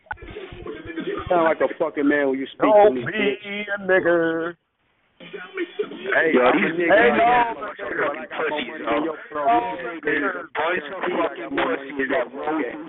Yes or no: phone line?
yes